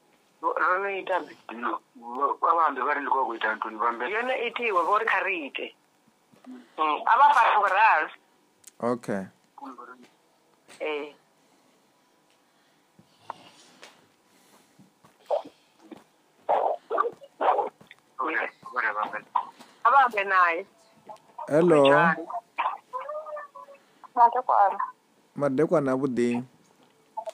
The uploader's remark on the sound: healing over the phone